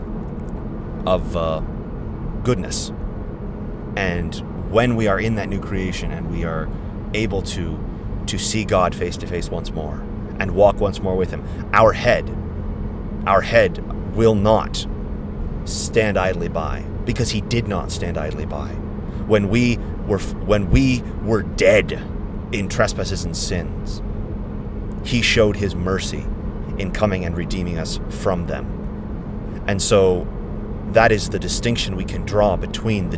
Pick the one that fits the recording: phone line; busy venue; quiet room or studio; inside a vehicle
inside a vehicle